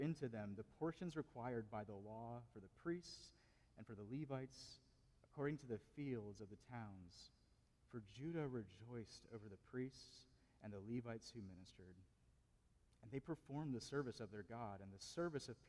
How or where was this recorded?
large echoing room